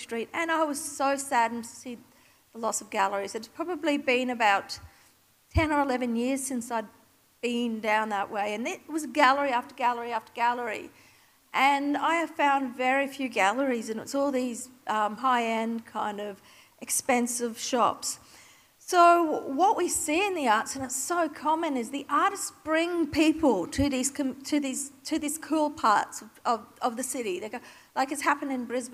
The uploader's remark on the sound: Keynote recorded live at Australian Cultural Policy: The Next Decade, presented by Monash University’s Masters of Cultural & Creative Industries and NAVA at the State Library of Victoria on 8 April 2019.